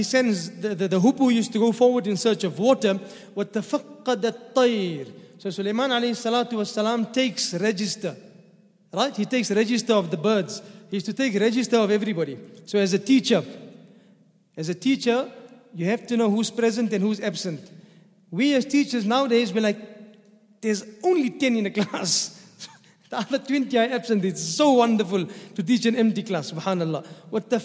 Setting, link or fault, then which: setting, large echoing room